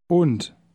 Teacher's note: Notice in word 1 that the D at the end is pronounced like T